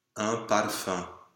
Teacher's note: OE nasal, based on the mixed vowel OE.